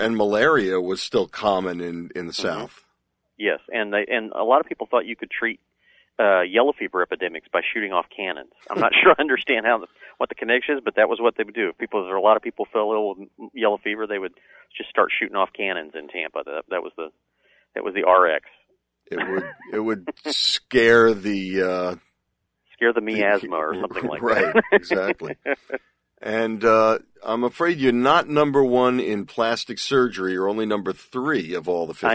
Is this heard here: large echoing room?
no